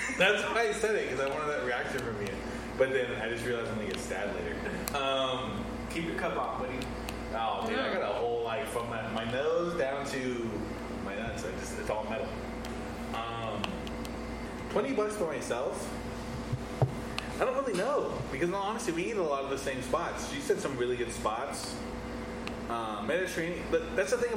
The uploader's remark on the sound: recorded in the one & only Spokeasy Public House